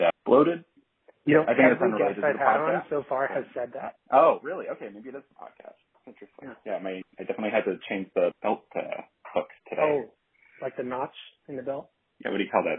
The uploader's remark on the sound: Premium entertainment meets crappy audio quality.